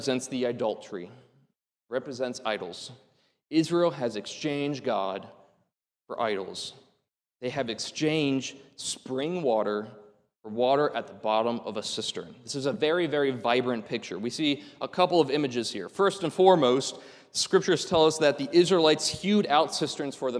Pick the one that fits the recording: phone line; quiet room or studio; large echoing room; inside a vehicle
large echoing room